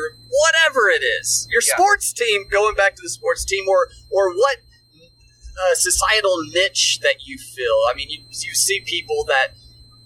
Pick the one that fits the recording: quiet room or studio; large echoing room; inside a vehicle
inside a vehicle